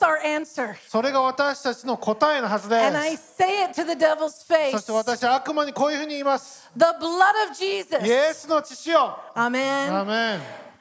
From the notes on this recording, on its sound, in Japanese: 日曜礼拝 収録分です